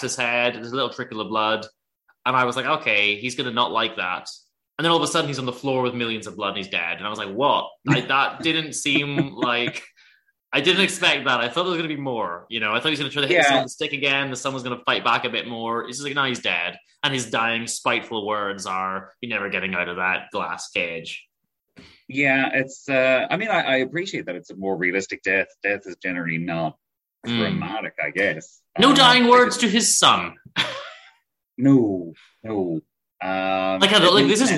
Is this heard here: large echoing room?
no